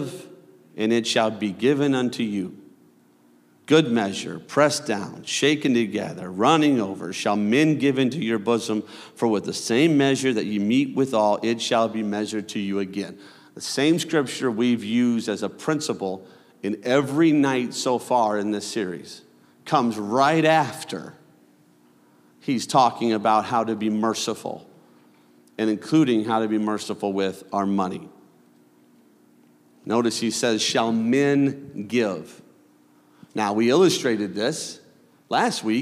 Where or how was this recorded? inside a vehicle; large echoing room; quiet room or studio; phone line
large echoing room